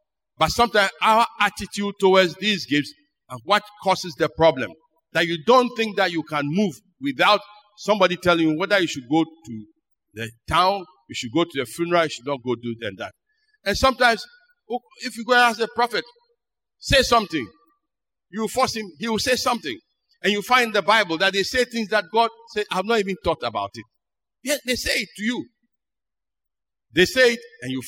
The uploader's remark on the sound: Sermon preached at CBC Shiashie Campus